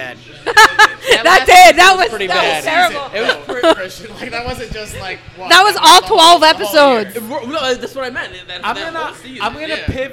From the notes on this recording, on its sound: LIVE from our first ever "Watch Party" taping at Tap 42 in Midtown Miami.